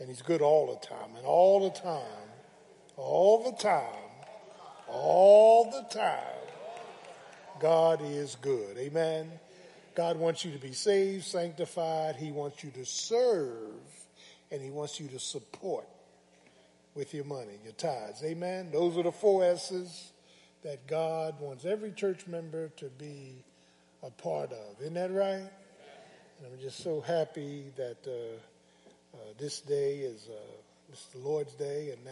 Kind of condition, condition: setting, large echoing room